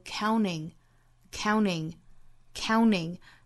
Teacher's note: 把后面这个 t 的音略掉，用前面的前鼻音去跟后面 ing 连在一起，读成 counting。Counting,counting，类似于一个 n n ning ning 这样的音了。那还有一种发音方法就是鼻腔爆破，像我们歌里面听到最后一句，他唱的就是 "We'll be counting, counting, counting stars.